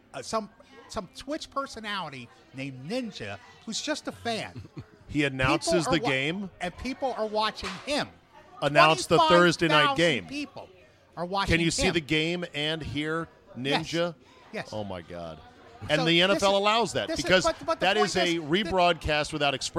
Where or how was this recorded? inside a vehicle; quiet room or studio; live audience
live audience